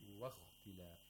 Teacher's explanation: The lam should not have tafkhim. And the shape of lips help us.